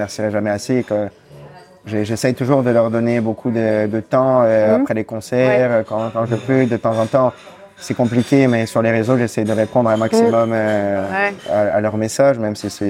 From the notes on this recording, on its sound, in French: L'interview a été enregistrée le 9 novembre 2023 au Café Janine à Paris (3è).